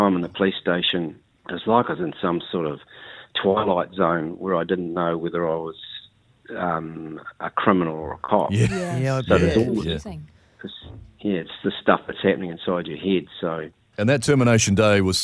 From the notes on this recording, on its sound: Was on the phone to tell his amazing story of being undercover in a gang in the 70's.